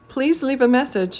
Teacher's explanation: you can hear the ah in please leave a message sounds like a schwa